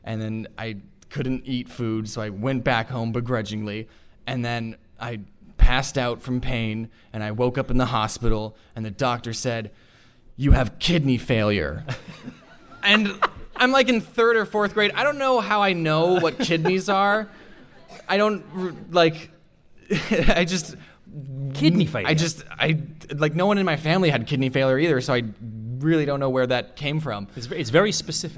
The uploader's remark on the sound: Live at VidCon London 2020. Captured live on stage at VidCon London 2020.